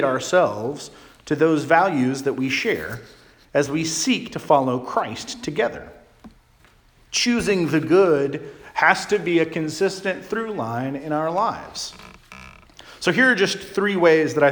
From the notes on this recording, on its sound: Charles Anglican Cathedral, Bremerton, WA.